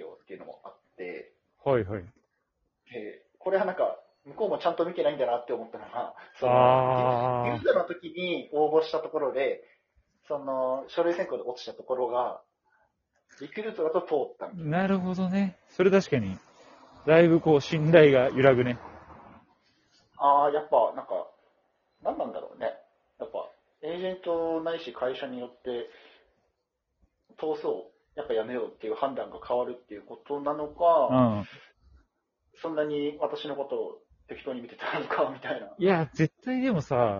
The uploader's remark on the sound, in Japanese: 初ライブなので聞き苦しいです。From Radiotalk。